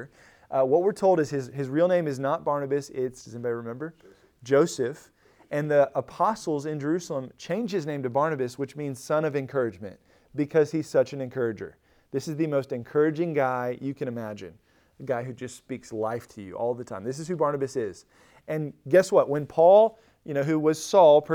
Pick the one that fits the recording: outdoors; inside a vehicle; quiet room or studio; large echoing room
large echoing room